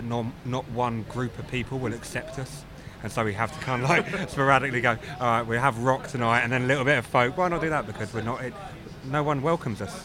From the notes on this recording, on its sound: Old Country presents Bloody Awful Poetry in all its glory at the Old Queen's Head in Islington.